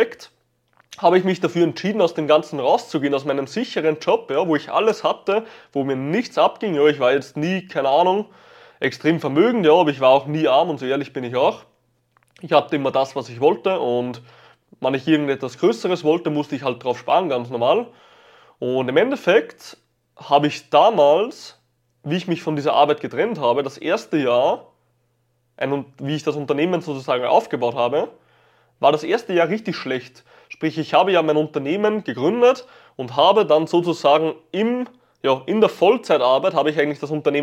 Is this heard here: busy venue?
no